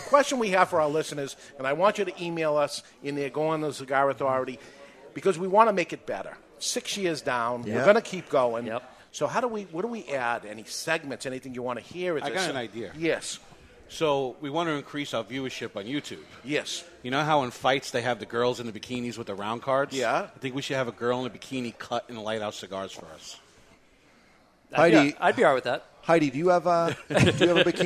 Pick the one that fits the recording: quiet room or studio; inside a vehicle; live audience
live audience